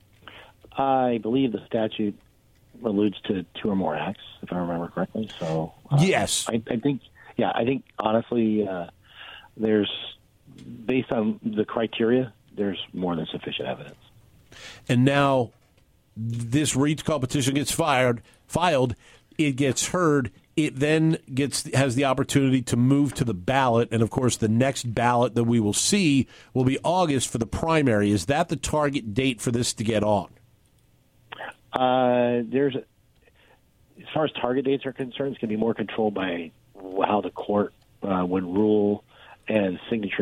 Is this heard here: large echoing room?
no